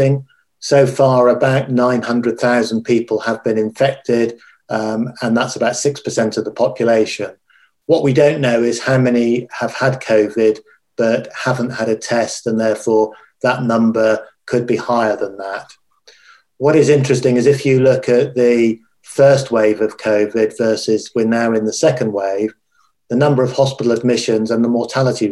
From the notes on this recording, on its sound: this recorded webinar